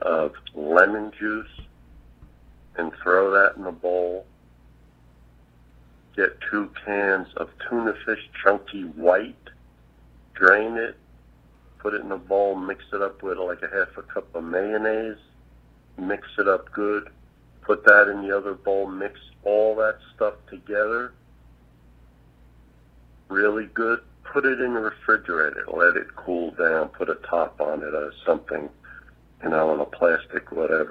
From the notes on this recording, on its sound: Listener phone calls.